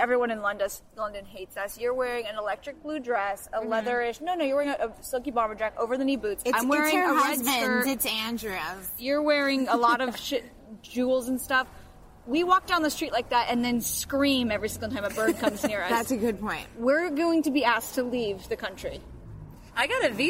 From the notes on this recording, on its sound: 3 bitchy podcasters are in London and record their bitch sesh at a local pub.